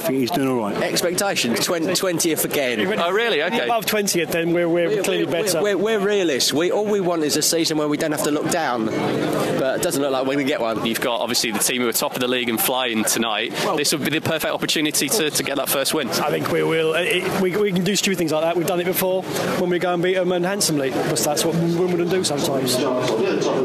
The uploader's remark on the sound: Live from AFC Wimbledon. The boys take a Tuesday night trip down to the Cherry Red Records Stadium this week.